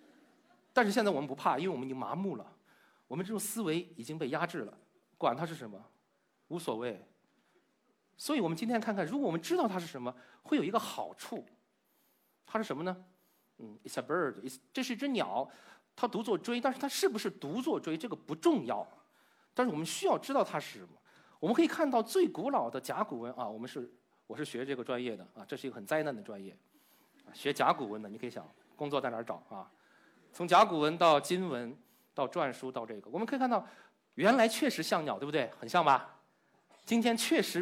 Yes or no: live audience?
yes